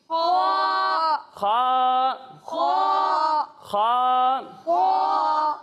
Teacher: اس کی آواز حلق کے اوپر والے حصے سے آئے گی اور اسے بھی ہا کی طرح ہم ایک الف تک کھینچ کر پڑھیں گے، یعنی خا۔